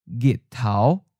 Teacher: In Daibo or Jiangju group of dialects, the J is also starting to disappear. But instead of the L sound, it's merging with the G sound, spelled with the letter G.